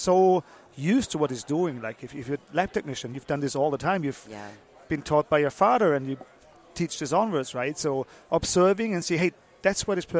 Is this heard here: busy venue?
yes